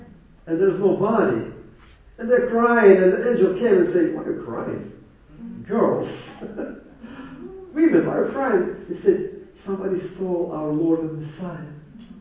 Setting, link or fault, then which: setting, live audience